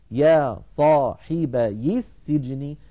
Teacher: فنحرك الساكن الأول بالكسر